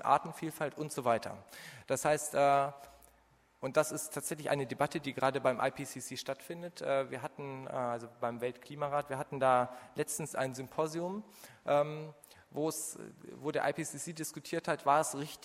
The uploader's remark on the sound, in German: Zweites Panel der Konferenz «Auf der Flucht vor humanitären Krisen» vom 3.7.2015, Berlin.